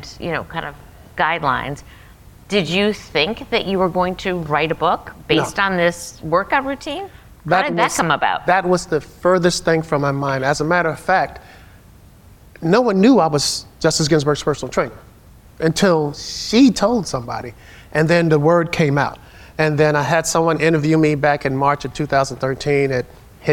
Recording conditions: busy venue